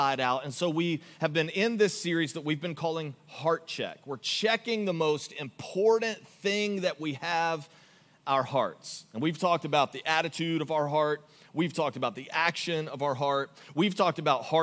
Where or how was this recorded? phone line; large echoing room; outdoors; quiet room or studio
large echoing room